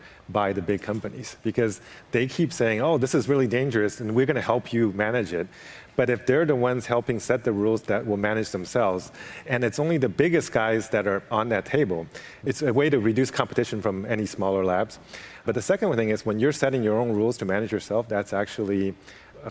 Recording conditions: busy venue